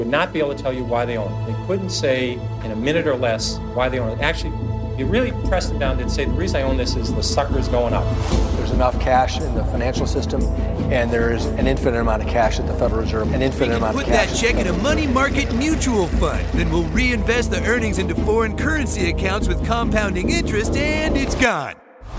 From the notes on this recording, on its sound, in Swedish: Podden reser till USA och spelar in live på stimmig svensk pub i Chicago.